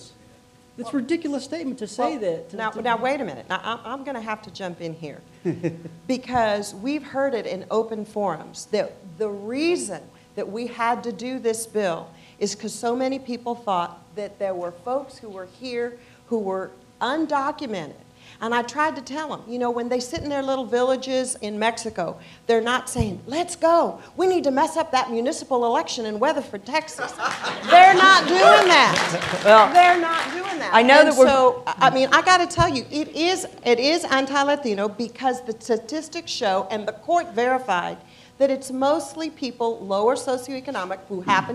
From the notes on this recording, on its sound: panel at The Texas Tribune Festival